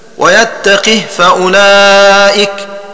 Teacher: وقرأ أبو عمرو وشعبة بكسر القاف وسكون الهاء